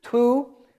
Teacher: the T is rounded because of the following vowel, oo